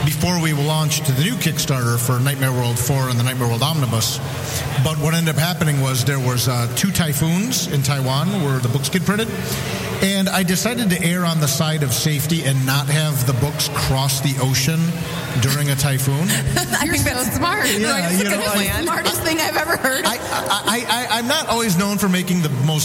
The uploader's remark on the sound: Live from Fantasticon Mt Clemens